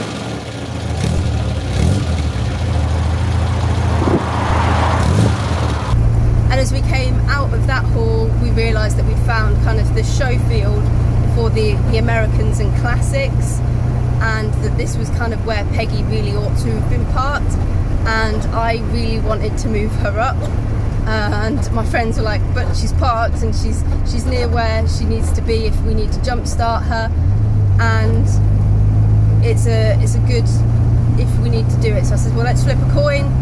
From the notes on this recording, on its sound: all recorded from my 1968 Morris Minor, Peggy